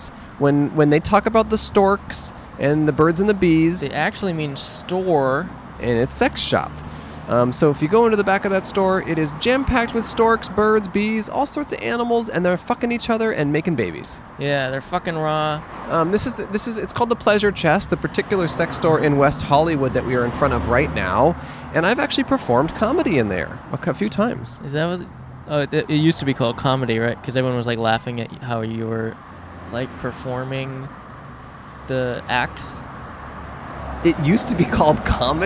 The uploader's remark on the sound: Recorded on 5/22/21 in front of The Pleasure Chest on Santa Monica Blvd in West Hollywood.